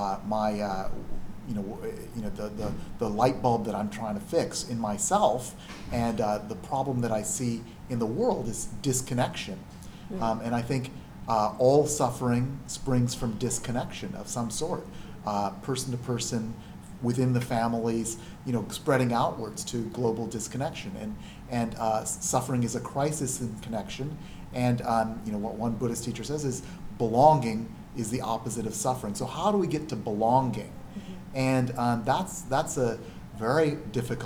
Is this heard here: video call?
no